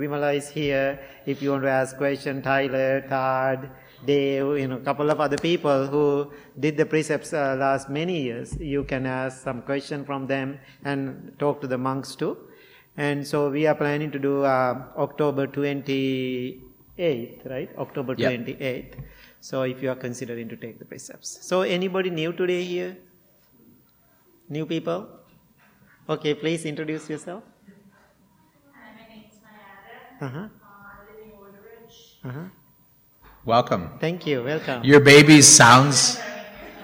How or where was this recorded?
large echoing room